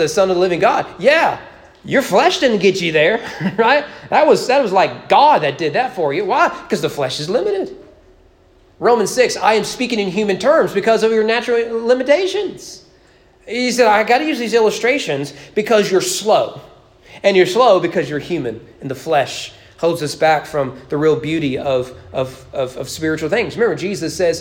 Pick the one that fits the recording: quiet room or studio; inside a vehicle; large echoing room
large echoing room